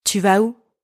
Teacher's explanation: you raise your voice at the end of the question · Term: intonation